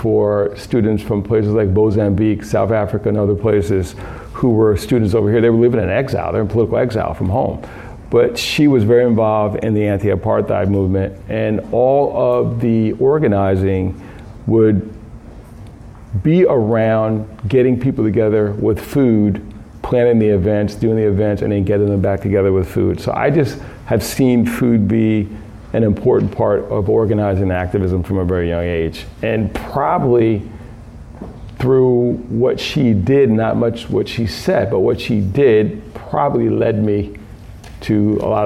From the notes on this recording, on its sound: Key Note delivered at a Food Justice Symposium, March 30, 2019, Phillips Academy Andover, Massachusetts